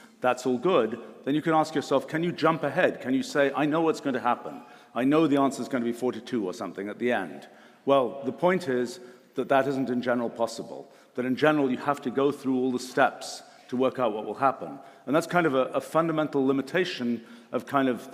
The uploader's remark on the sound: This talk was recorded live at the All-In Summit 2023 at Royce Hall on UCLA's campus in Los Angeles.